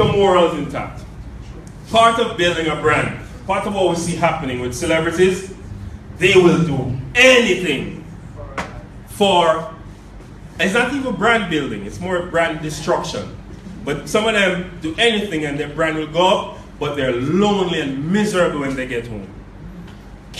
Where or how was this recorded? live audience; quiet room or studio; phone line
live audience